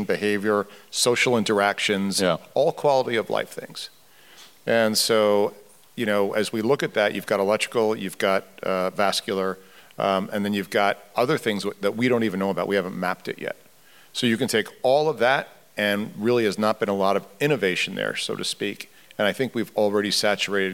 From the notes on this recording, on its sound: We recorded this episode on stage at the conclusion of DeviceTalks West.